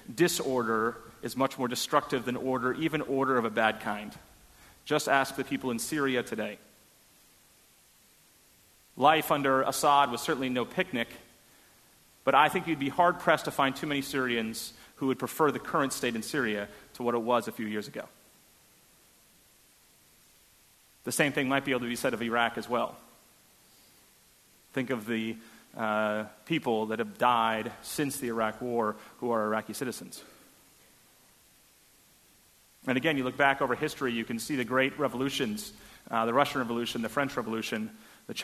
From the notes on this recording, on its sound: Delivered at First Congregational Church of Houston on November 13, 2016. A sermon on Romans 13:1-7 delivered at First Congregational Church of Houston.